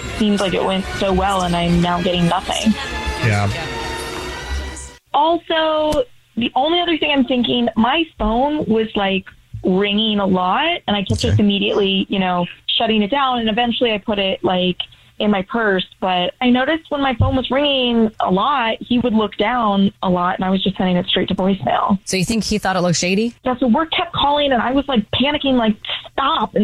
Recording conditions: phone line